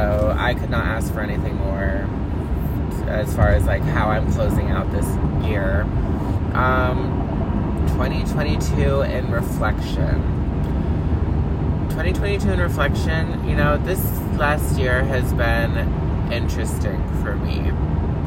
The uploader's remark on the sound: Coming to you LIVE from the car again!